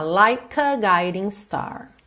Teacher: O E do like não é pronunciado, eu junto então o K no A.